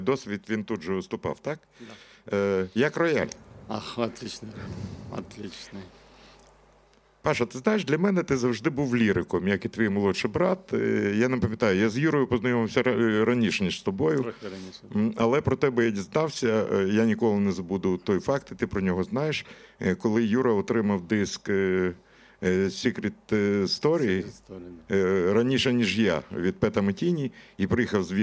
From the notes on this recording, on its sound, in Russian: впервые в эфире со сцены 32JazzClub